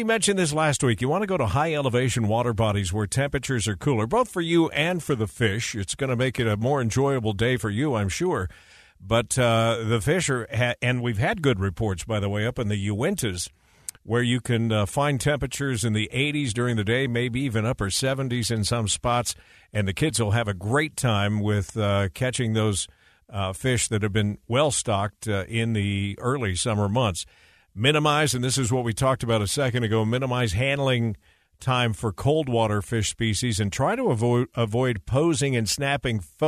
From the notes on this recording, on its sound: via satellite phone